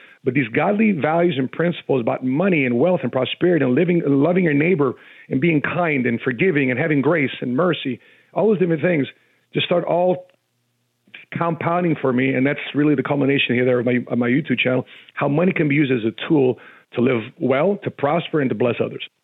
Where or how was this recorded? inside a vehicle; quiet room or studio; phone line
phone line